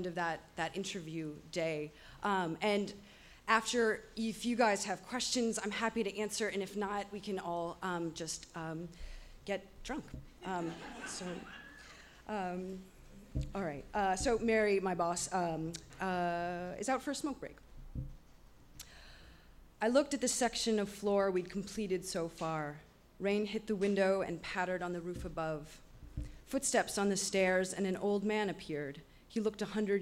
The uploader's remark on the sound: On Stage at Housing Works Bookstore Cafe